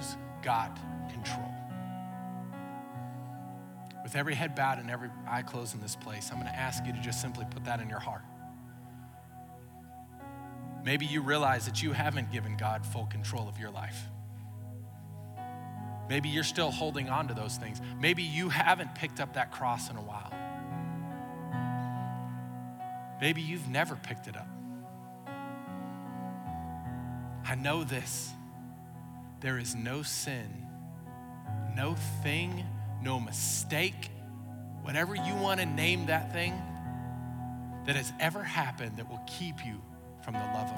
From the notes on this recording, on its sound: Recorded live during our Wednesday night service